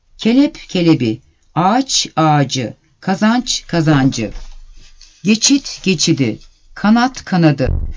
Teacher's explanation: Birden fazla heceli kelimelerin sonunda bulunan P, Ç, T, K ünsüzleri ünlüyle başlayan bir ek aldığında tonlulaşarak B, C, D, yumuşak Y'ye dönüşür.